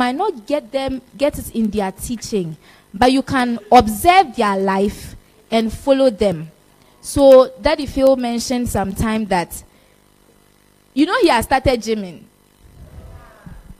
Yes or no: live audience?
yes